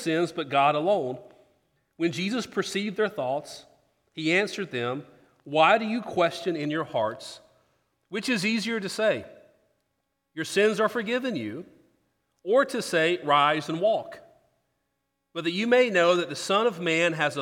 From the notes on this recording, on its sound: Sermon. Christ Presbyterian Church in Houston, TX.